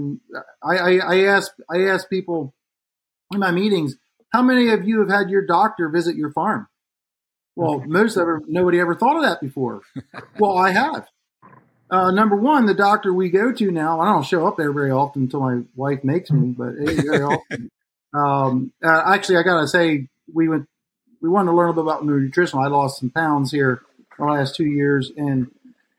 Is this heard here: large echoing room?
no